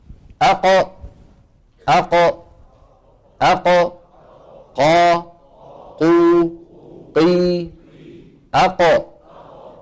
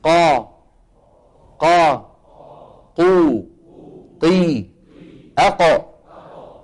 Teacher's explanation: أقصى اللسان مع الحنك اللحمي · Term: القاف